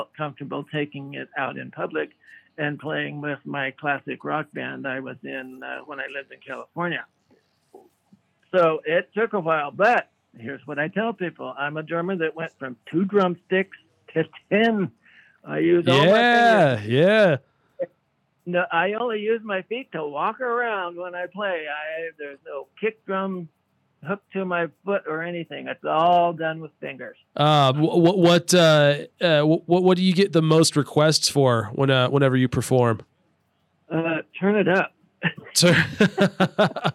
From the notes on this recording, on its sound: chatted with us on the phone